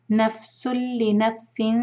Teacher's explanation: ناک میں آواز بالکل نہیں لے جائیں گے، سین کو لام سے ڈائریکٹ کنیکٹ کریں گے · Term: ادغام بغیر غنہ